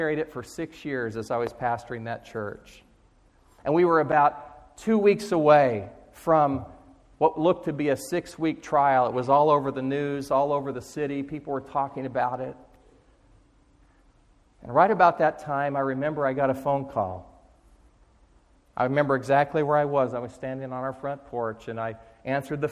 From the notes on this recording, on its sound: Chapel audio recordings from Eastern Nazarene College in Quincy Massachusetts